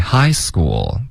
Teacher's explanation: 不要在 school 加重音